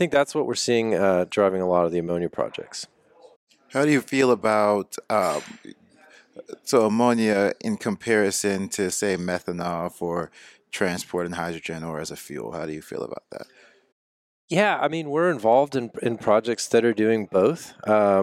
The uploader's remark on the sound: Live at GSTC